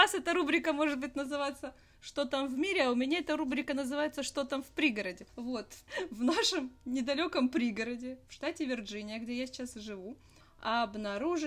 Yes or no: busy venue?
no